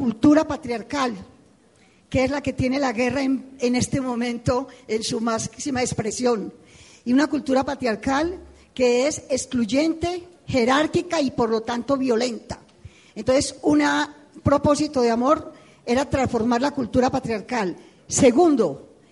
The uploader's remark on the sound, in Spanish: Panel realizado en el Encuentro de Comunicación para la Paz llevado a cabo en el auditorio Monseñor Flavio Calle Zapata de la Universidad Católica de Oriente. Rionegro - Antioquia - Colombia.